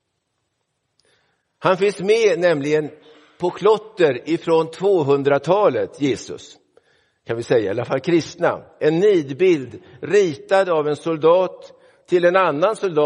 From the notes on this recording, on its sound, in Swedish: Inspelad i Roseniuskyrkan den 3 december 2023.